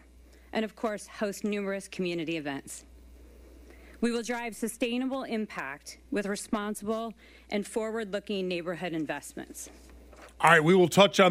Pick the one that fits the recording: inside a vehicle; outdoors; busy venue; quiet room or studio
busy venue